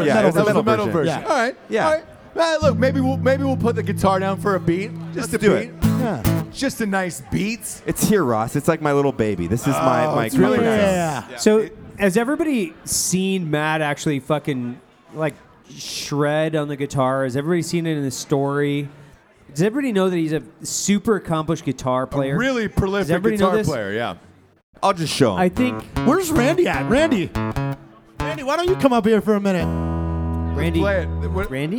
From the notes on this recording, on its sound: live from the MGM Grand hotel in Las Vegas during SHOT show